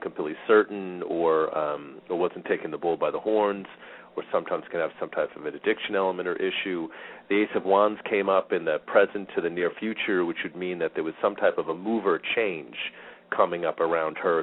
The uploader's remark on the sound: Callers with questions or comments are encouraged to call in live, or to ask questions in the chat room. Halfway through the show the phone lines will open for question and comments.